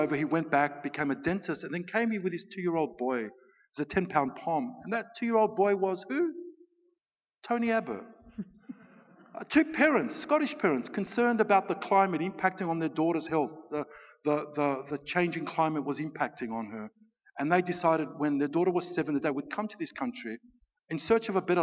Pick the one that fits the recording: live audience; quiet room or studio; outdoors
live audience